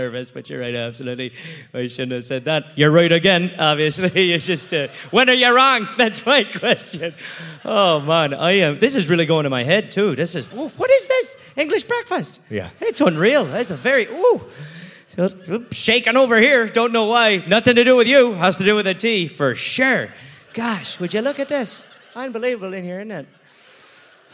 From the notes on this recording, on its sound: Recorded live in Perth, Australia.